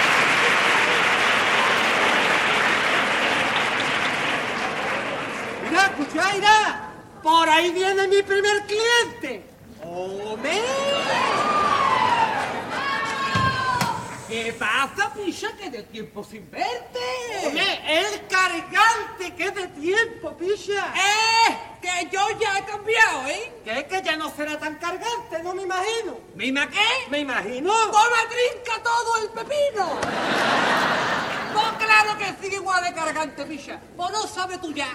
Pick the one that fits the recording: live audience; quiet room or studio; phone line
live audience